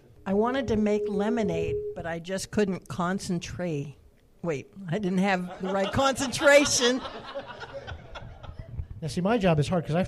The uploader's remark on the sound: Our first ever live audience recording! The original recording was over two hours, so we cobbled together the first 30 or so minutes of usable recording and here it is!